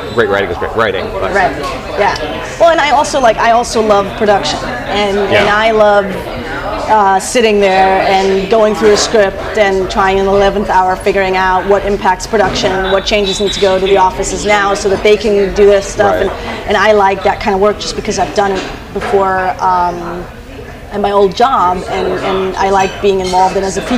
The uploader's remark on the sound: This episode was recorded live